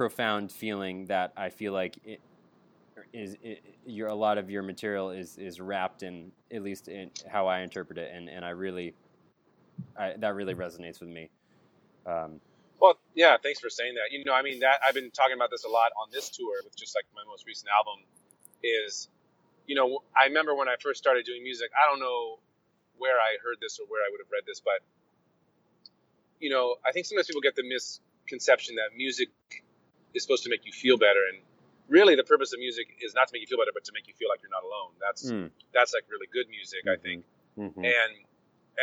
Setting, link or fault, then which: setting, inside a vehicle